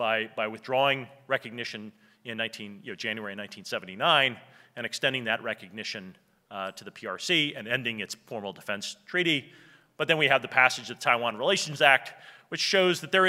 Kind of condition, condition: setting, live audience